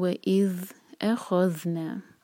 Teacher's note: ذیل سیکنڈ پر ٹائم دیں گے، رخاوہ کریں گے، اس کو جلدی سے نہیں پڑھنا. می سا قم، می دو حرکہ، سا دو حرکہ، لمبا چھوٹا نہ ہو.